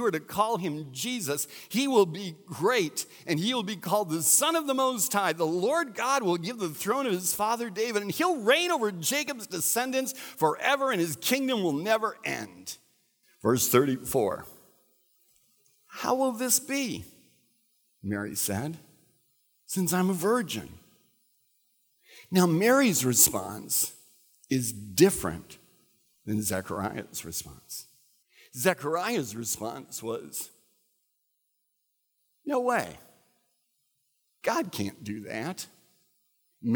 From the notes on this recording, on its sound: recorded at Central: A Christ-Centered Church